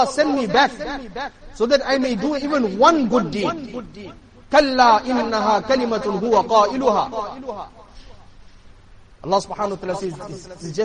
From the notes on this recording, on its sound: Jumuah lecture.